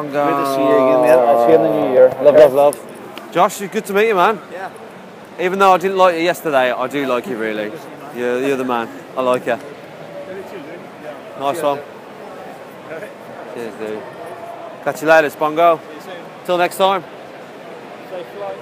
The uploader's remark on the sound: EGX 2016 Sunday. The last day of EGX, everyone is tired and we started to feel like zombies walking around the show floor.